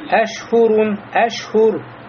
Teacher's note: Здесь ро в конце будет муфахома, то есть широким, потому что с дома и перед ней дома.